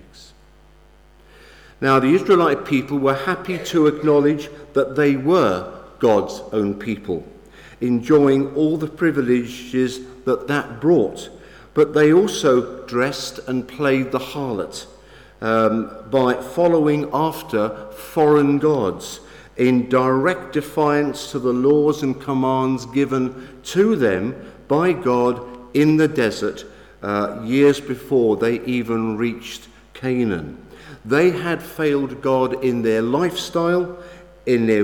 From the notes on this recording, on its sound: Sermon from St David's Moreton-in-Marsh evening Service.